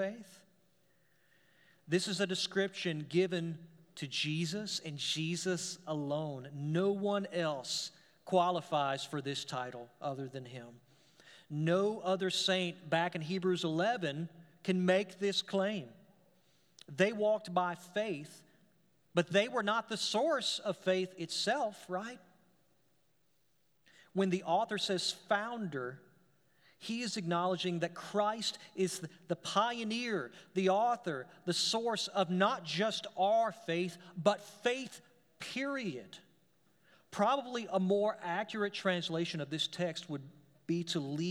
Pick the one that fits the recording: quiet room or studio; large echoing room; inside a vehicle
large echoing room